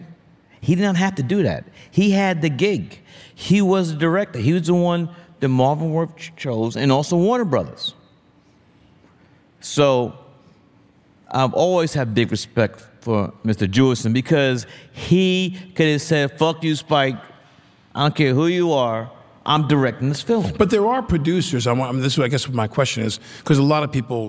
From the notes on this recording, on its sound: This affectionate, funny conversation was recorded in front of a live audience at the Tribeca Film Festival.